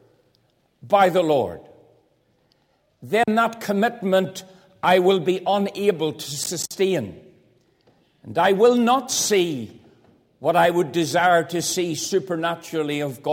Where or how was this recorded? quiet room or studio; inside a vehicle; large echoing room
large echoing room